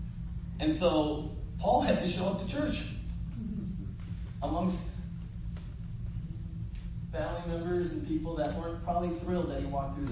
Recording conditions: poor sound quality